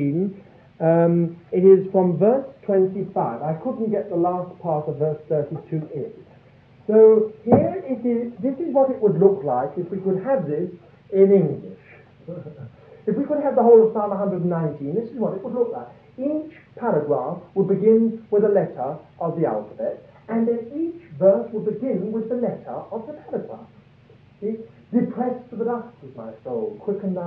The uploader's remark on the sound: Audio quality is very poor